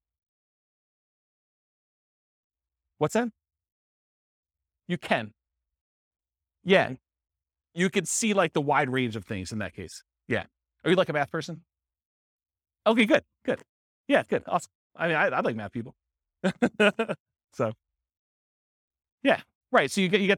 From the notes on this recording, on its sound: This was a live class recorded